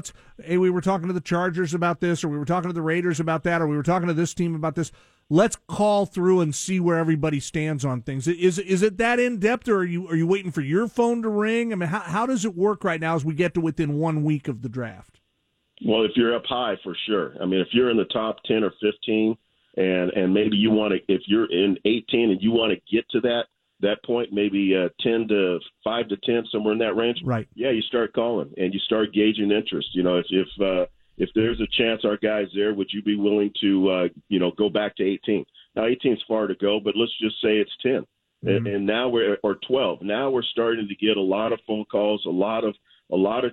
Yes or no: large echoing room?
no